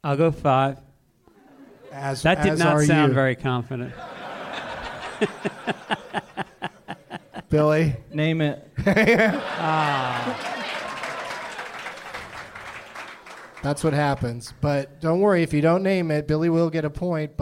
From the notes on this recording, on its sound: Live from the American Comedy Company in San Diego